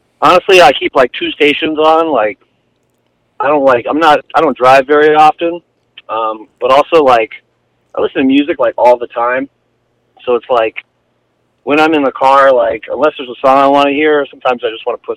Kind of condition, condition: link, phone line